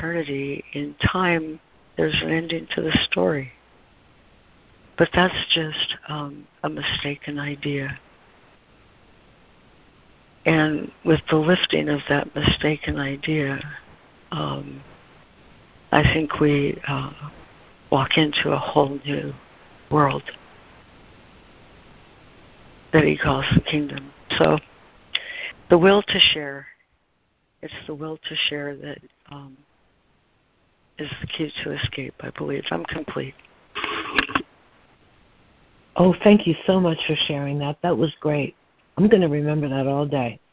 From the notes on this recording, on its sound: ACIM Daily Conference Call